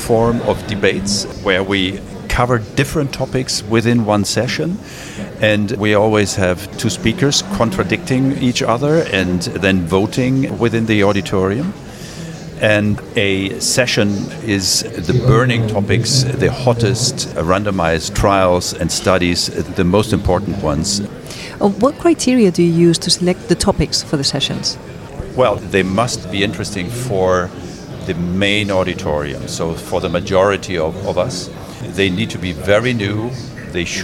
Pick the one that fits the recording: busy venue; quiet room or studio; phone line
busy venue